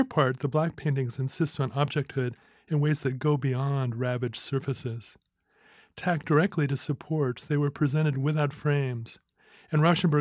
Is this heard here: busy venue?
no